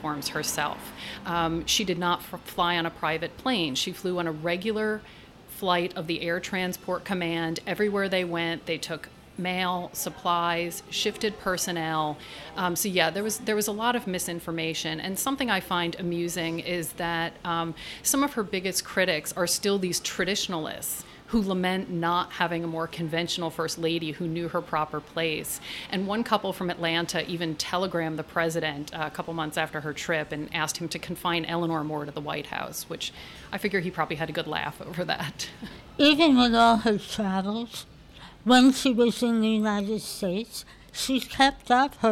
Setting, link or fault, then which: setting, outdoors